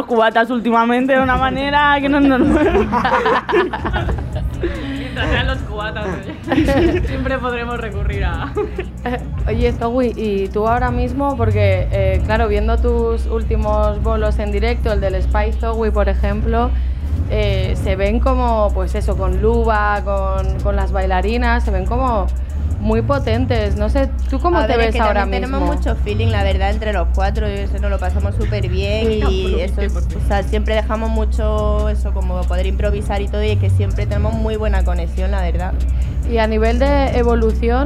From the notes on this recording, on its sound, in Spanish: Capítulo especial dentro del festival Primavera Sound